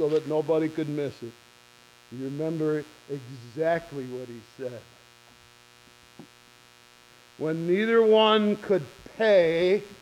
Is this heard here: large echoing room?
yes